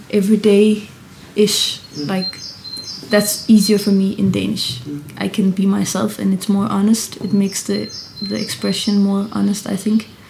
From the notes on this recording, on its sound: performing on our balcony during the festival in Aarhus, Denmark